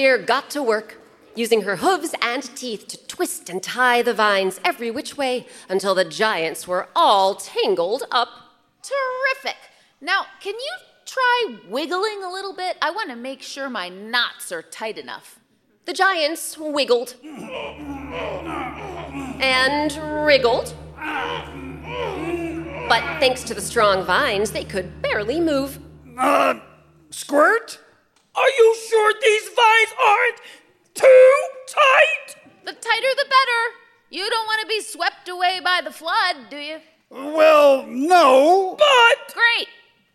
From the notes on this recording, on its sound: Recorded live